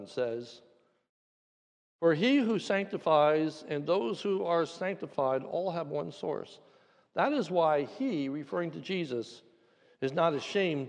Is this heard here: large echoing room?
yes